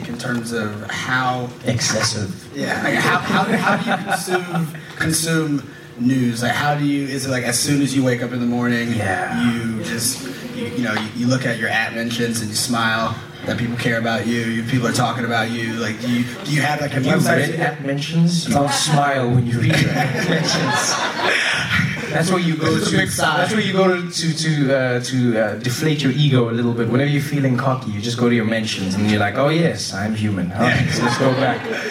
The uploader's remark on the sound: Recorded live at the 2016 Vulture Festival.